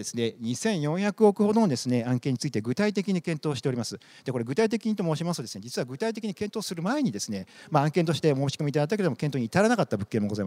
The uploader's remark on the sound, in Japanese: 1月28日に東京証券取引所で開催した「J-REITファン2017」に登壇した「投資法人みらい」のIRセミナーをダイジェスト版でお送りします